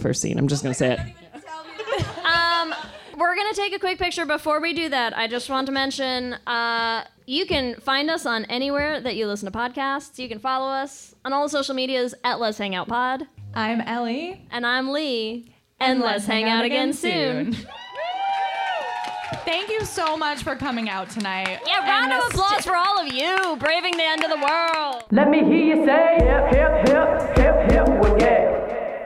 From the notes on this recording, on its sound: LIVE from the Virgil. LIVE in Los Angeles at the Virgil.